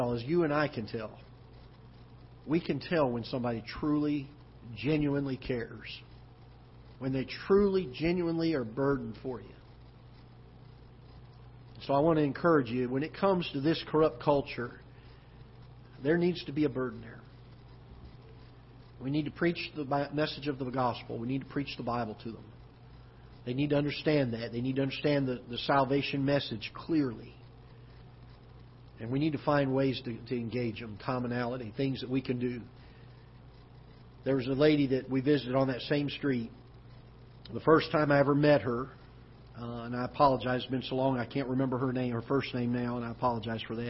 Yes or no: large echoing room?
yes